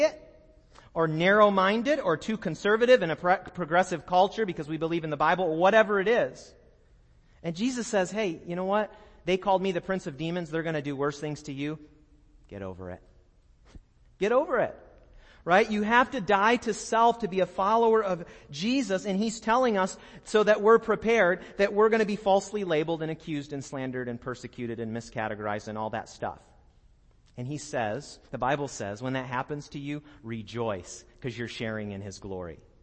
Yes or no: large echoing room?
yes